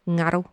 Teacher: it's like a velar nasal, so it's like the ng sound in singer.